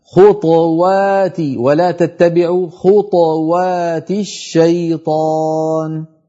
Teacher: على رواية ورش، الطاء ساكنة